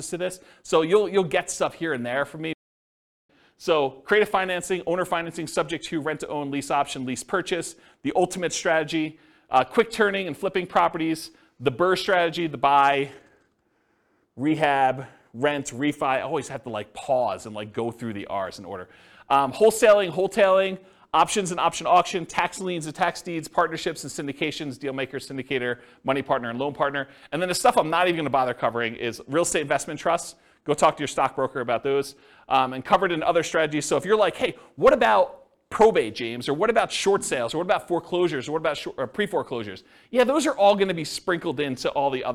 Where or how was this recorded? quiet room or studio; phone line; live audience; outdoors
live audience